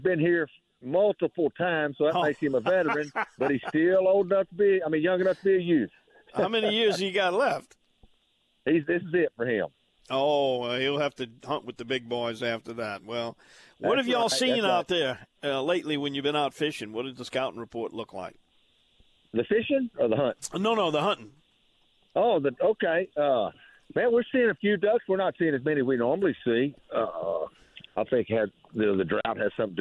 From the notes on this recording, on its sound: LIVE from the duck blinds